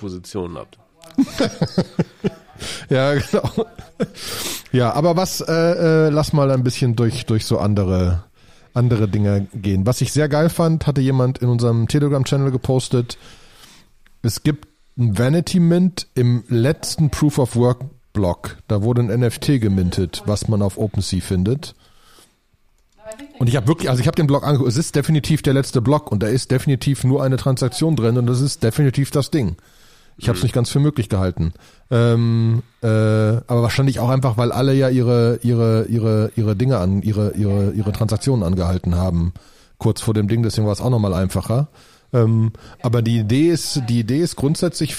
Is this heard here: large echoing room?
no